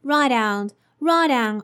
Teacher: There's a linking between write and down, so you just have to pronounce the t sound slightly. Write down, write down, or you don't even have to pronounce it.